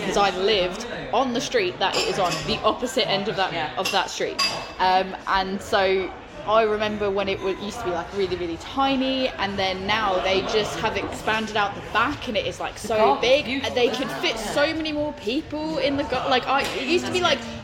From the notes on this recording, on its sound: Coversations from the Taproom.